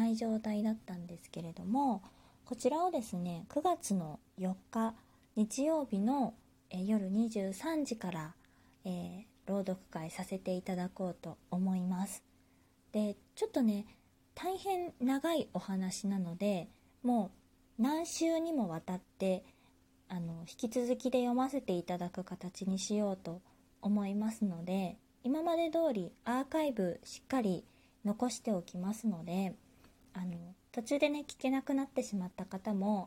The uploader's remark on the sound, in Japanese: 自宅でスマホによる収録のため様々な騒音が収録されています、ご了承ください